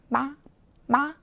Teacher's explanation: 입술을 막았다가 터트리면서 나는 미음